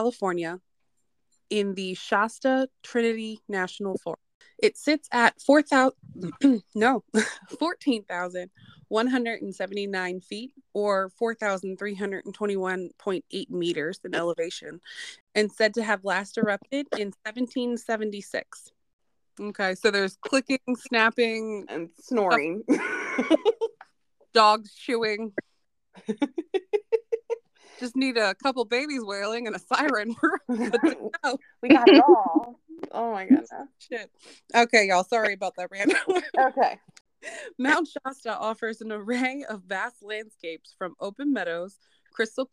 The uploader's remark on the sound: It’s worth the interference guys, we promise. Hoping to fix the audio issues soon.